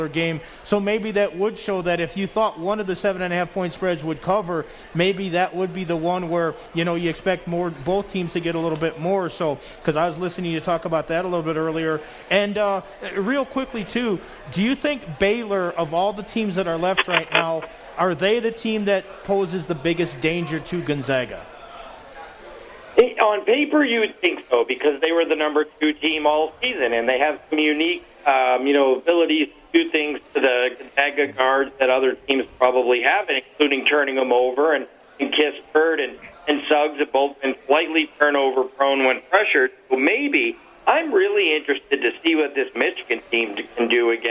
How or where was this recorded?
busy venue